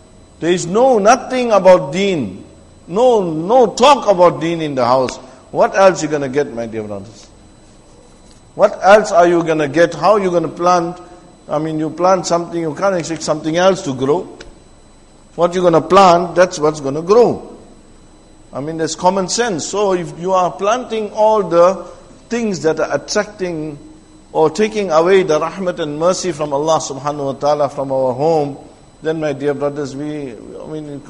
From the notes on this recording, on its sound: Jumuah lecture at Masjid e Tazkiyah